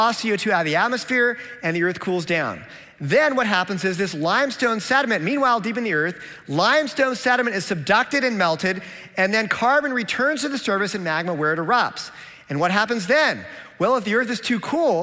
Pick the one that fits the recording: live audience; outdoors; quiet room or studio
live audience